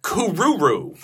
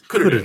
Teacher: it's Kururu with the accent on the first syllable · Shown in: second take